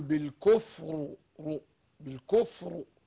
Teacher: الراء مفخمة في الوقف هنا، لأن ساكن وما قبلها ساكن وما قبلها مضموم